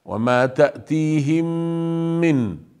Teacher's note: يقال له إدغام، ليس إدغام نون ساكنة، إدغام الميم بالميم، هذا يقال له إدغام متماثلين